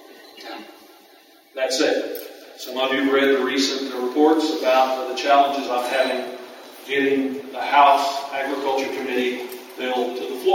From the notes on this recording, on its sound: The chairman of the House Agriculture Committee came and spoke to peanut producers attending the Southern Peanut Growers Conference in Panama City Beach.